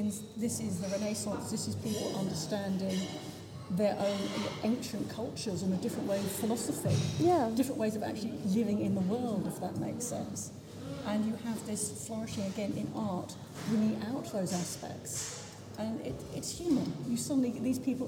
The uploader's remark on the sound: This podcast was recorded on-site with guests at the museum looking at the Tudor art.